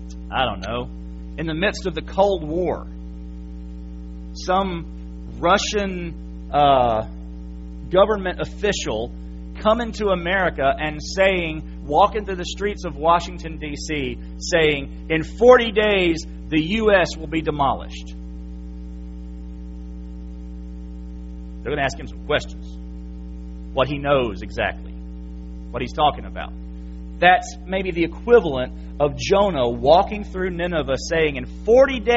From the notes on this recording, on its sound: January 8, 2017 PM Service. FBC Sulphur, LA.